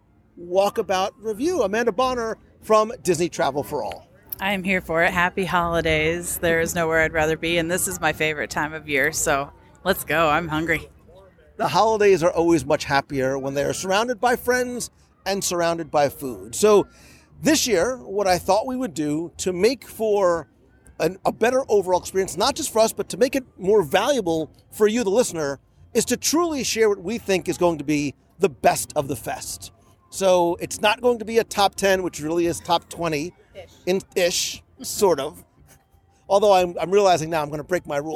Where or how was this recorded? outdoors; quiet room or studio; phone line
outdoors